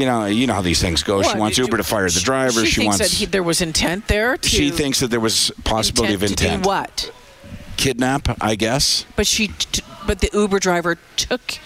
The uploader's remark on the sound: broadcast live from Santas Anonymous depot